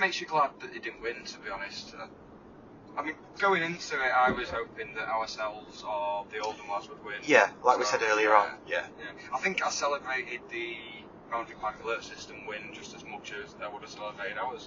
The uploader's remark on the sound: special episode recorded on the way to and from the 2022 Northwest Football Awards